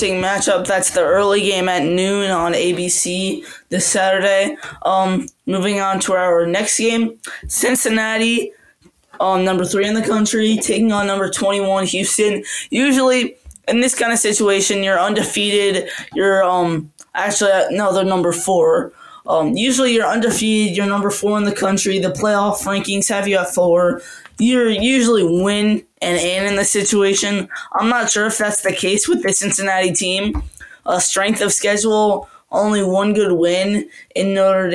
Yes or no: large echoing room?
no